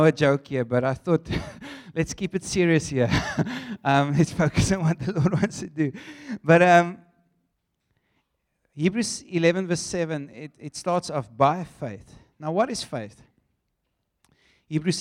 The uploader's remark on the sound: at Joshua Generation Church Wellington AM congregation